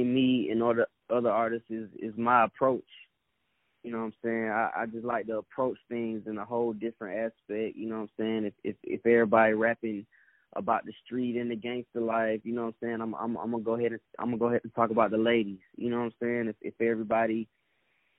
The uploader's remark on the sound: On the phone